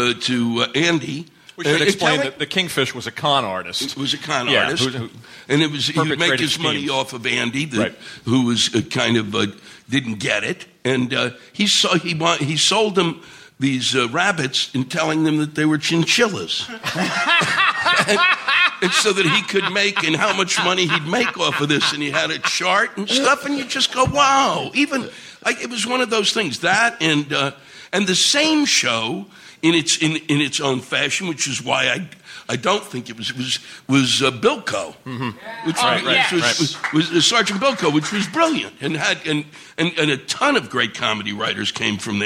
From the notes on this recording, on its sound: A memorable LIVE interview. Recorded at the late, great Caroline's Comedy Club.